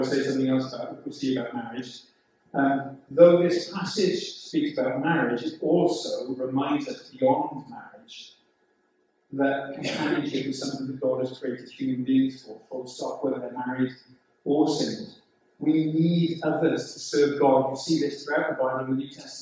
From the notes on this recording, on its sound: The sound quality of this recording is quite poor.